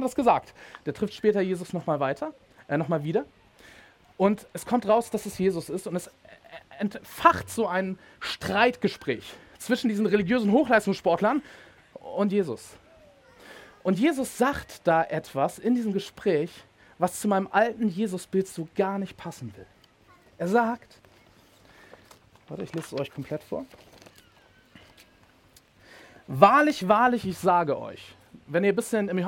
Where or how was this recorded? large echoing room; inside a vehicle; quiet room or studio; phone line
large echoing room